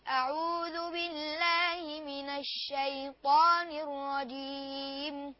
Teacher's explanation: الشين مرققة مش مفخمة. الشين من صفاتها الترقيق.